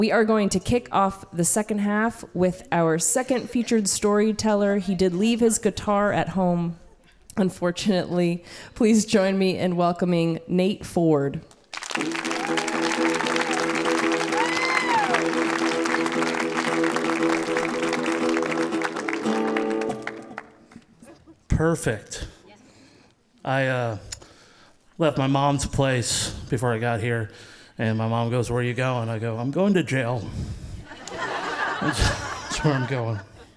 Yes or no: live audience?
yes